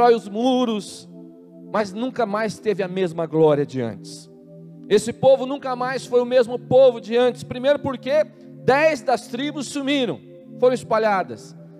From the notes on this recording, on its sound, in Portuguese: na Igreja ABA Curitiba (Transmitido ao vivo)